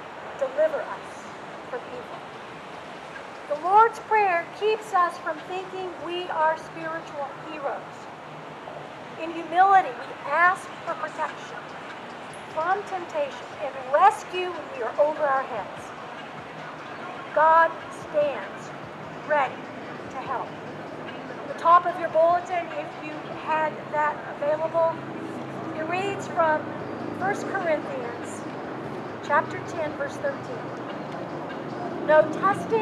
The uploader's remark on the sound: In these Covid-careful days, this service was held outside. Coming to you from Old South Presbyterian Church in Newburyport, MA.